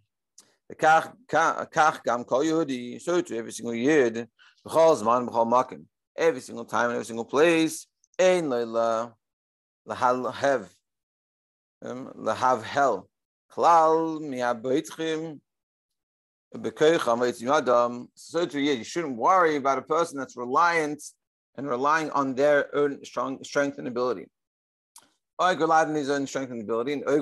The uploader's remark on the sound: Daily Zoom Shiur